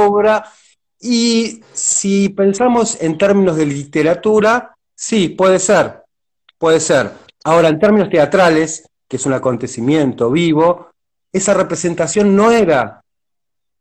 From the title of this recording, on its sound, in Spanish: Entrevistas de cuarentena por Instagram Live